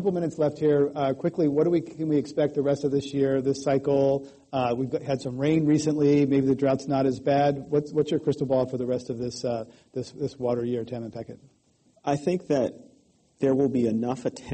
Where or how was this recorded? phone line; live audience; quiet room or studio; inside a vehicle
live audience